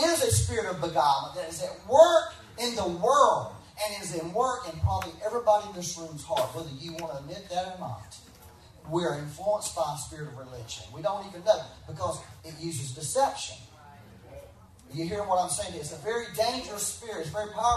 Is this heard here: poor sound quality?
yes